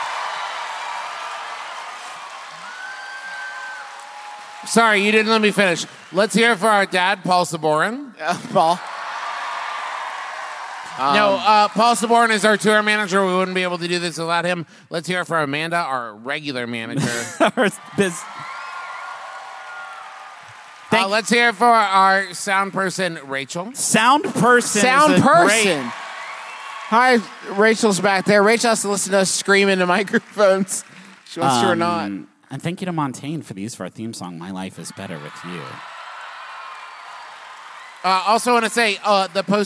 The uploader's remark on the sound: Face 2 Face. LIVE from beautiful San Jose.